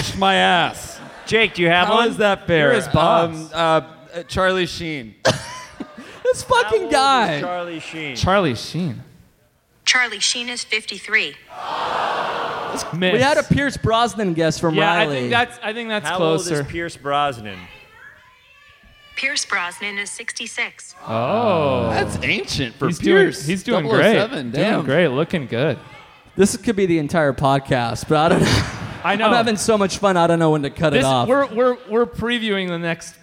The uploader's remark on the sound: Live from Thalia Hall in Chicago. HeadGum Live.